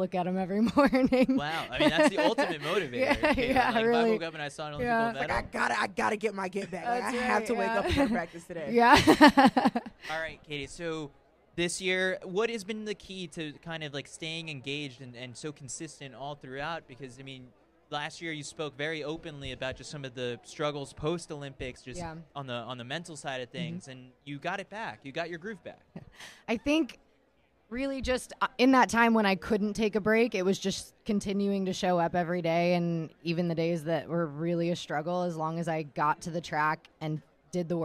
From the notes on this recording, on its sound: Live From The Prefontaine Classic. The official pregame show of the 2023 Prefontaine Classic in partnership with TrackTown USA.